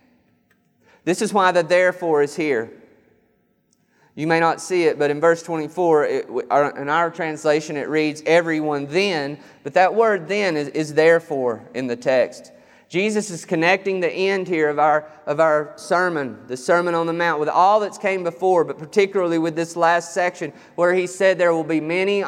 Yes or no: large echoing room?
yes